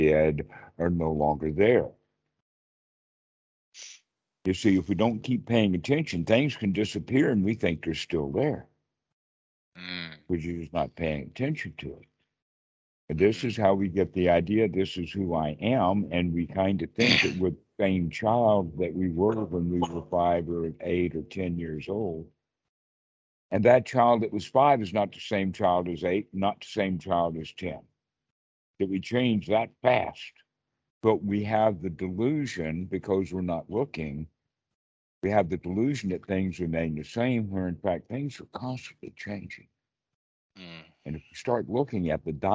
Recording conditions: video call